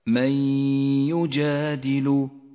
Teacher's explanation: النون الساكنة تدغم بالياء التي بعدها فتسقط النون من اللفظ · Term: الإدغام بغنة